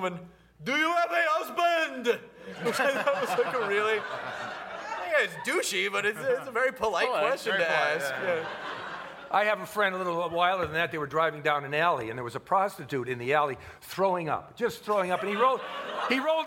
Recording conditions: live audience